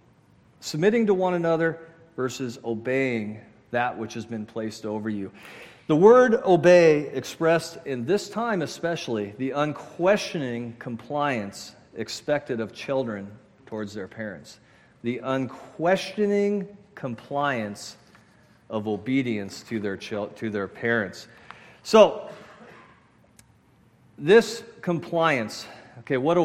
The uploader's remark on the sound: at Murrieta Valley Church in Murrieta, California.